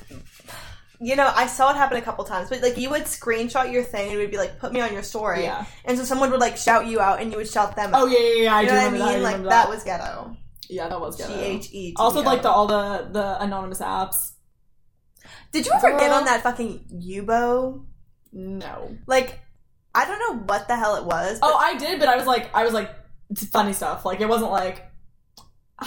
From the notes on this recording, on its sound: if you hear microphone issues